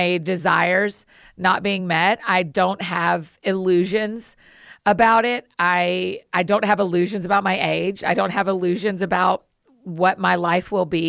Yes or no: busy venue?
no